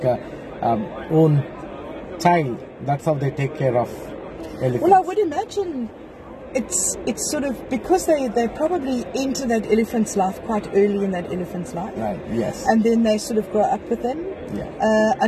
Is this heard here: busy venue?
yes